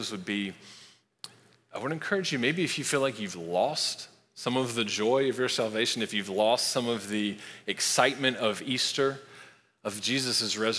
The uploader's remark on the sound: Recorded live at Long Hollow Church on April 4, 2023.